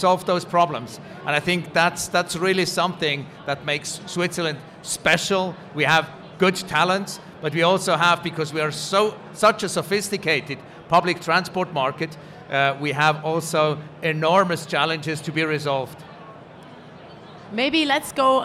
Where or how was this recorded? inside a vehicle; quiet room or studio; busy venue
busy venue